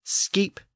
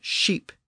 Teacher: the SK sound shifted to an SH sound during the period of Old English